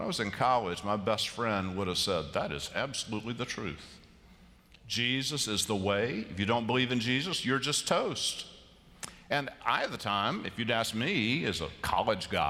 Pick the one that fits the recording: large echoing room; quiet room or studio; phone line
large echoing room